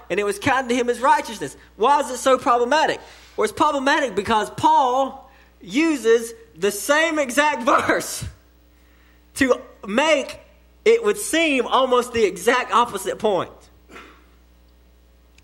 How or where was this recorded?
large echoing room